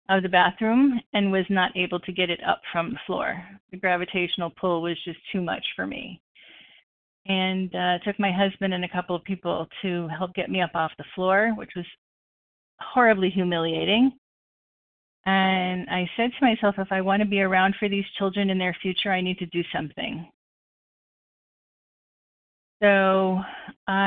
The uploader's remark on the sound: the 100 Pounders Phone Meeting